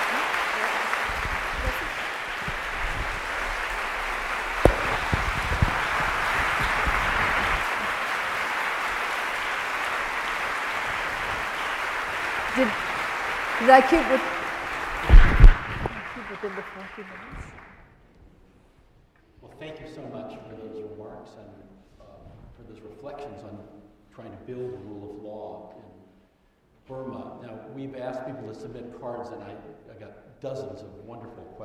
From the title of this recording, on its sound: The Chubb Lecture 2012